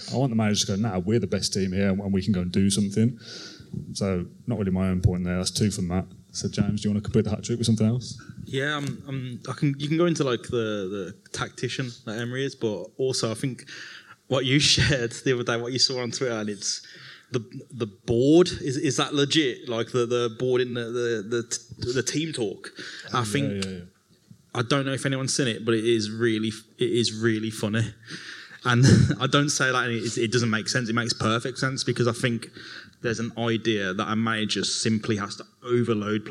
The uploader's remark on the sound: In the final part of our #ClaretAndBlueLIVE show, we answered questions from the 300 Villa fans in the audience at Hockley Social Club.